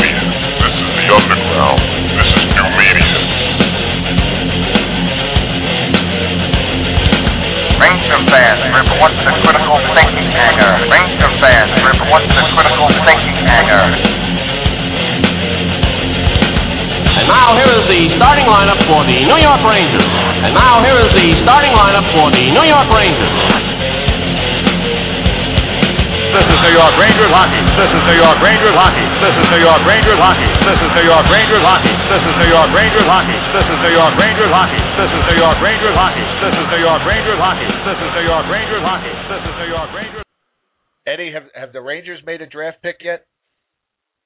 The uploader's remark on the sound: Interactive Ranger talk with a live chat, and phone calls from some of the lunatic fringe of this fanbase.